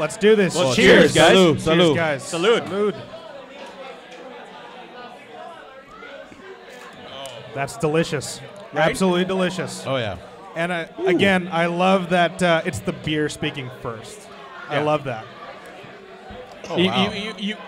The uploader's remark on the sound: We were LIVE from the Wall Restaurant in Orange, California! We did a live show for the The Wall’s 2nd Anniversary!